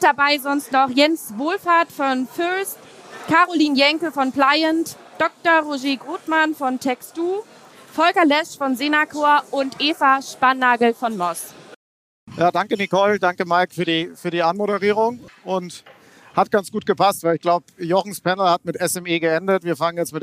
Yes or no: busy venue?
yes